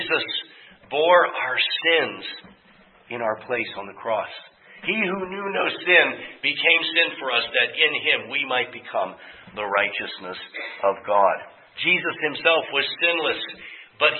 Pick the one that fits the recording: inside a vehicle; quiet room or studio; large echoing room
large echoing room